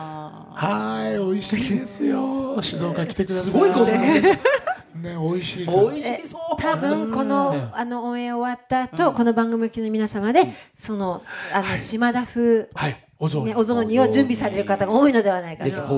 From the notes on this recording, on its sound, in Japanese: 公開収録。